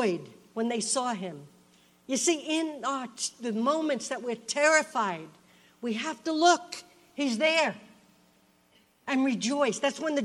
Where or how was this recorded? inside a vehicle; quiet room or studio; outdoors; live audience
live audience